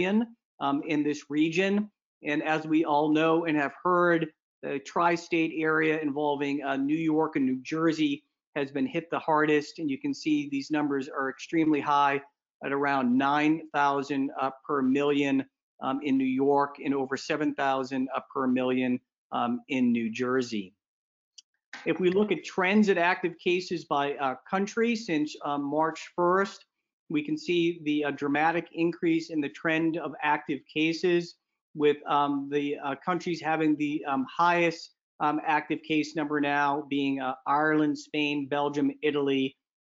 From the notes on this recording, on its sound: This episode is the audio from the recent AHPBA COVID-19 HPB Surgery Webinar